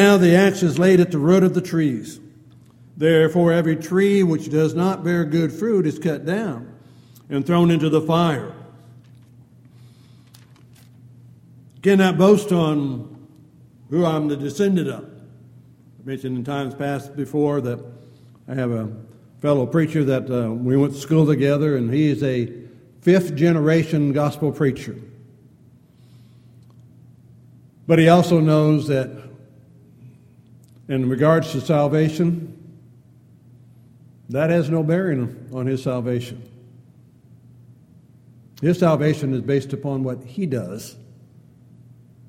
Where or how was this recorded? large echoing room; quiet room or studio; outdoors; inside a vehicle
large echoing room